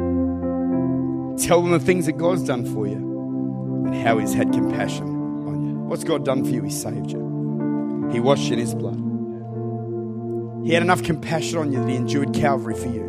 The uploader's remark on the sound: Recorded at Lifepoint Church.